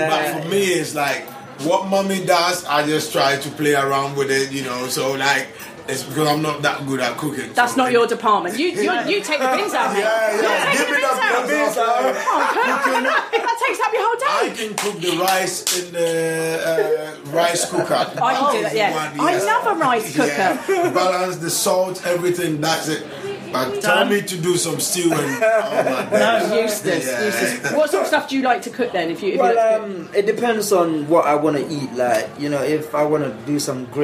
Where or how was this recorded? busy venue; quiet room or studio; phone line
busy venue